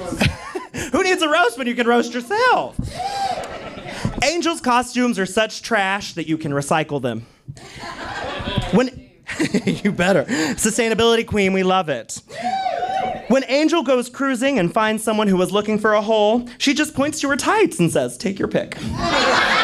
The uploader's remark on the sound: Live audio from Roast in Peace